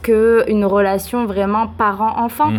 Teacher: Le « e » final du mot « que » est prononcé, même si le mot « une » commence par une voyelle.